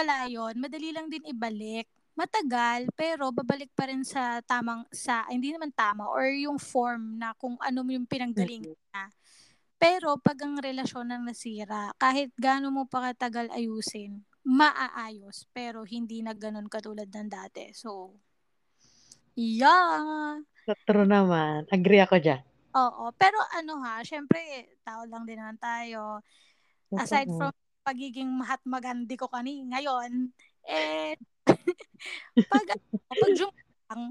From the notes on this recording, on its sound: Disclaimer: sorry sa audio ko, lamnyo na, slapsoil probs LOL.